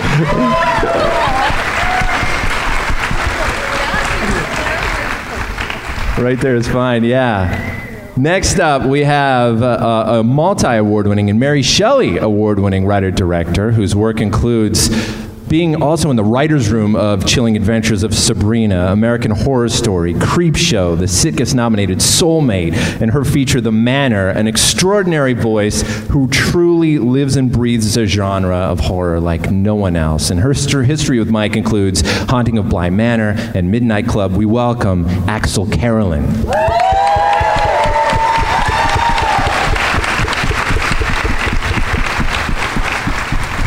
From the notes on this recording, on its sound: our panel at Midsummer Screams’ SEASON’S SCREAMINGS that went down at the Pasadena Convention Center